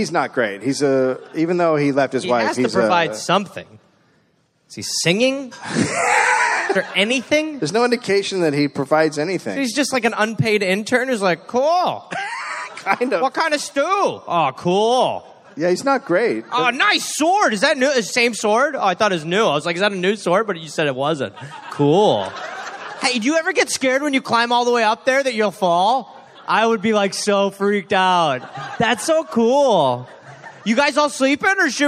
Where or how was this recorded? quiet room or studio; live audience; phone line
live audience